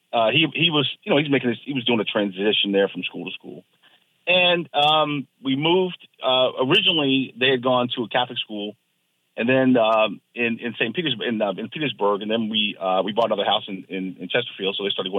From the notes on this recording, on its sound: entertains lively audience calls